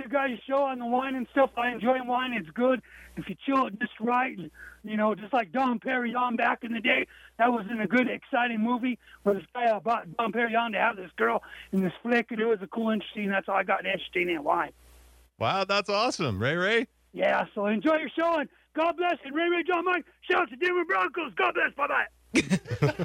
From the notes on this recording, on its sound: we take a phone call